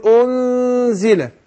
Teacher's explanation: الاخفاء بخفي النون عند الزاي اهو، بس مع الغن حركتين، يعني الفترة الزمنية حركتين، اقول انزل كده.